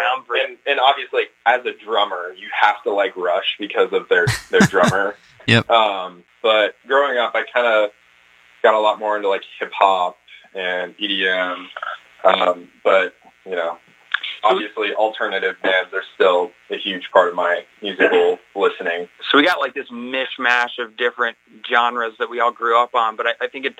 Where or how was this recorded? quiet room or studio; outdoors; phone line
phone line